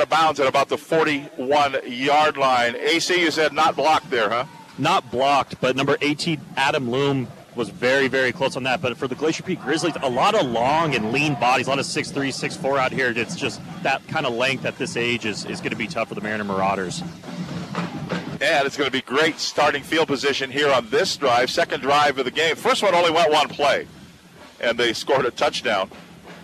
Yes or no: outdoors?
yes